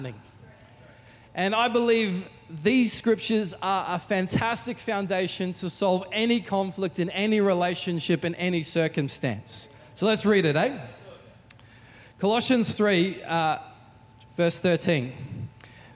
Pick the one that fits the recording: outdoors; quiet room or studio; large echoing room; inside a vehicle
large echoing room